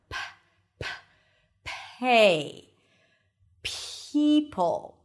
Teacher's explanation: So it feels like you have a little H right after. · Term: aspirated · IPA: pʰeɪ